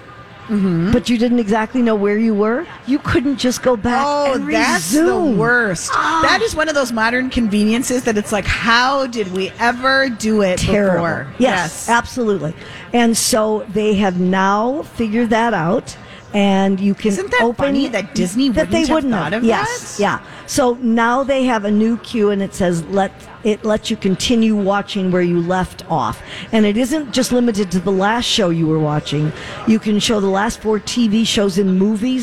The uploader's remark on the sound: broadcasting live at the Galleria for Small Business Saturday